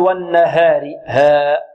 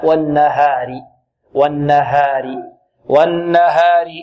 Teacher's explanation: الها مرققة، ولكن لا نميل الألف · Shown in: second take · لا نقول والنهار ها، لا، والنهار والنهار والنهار.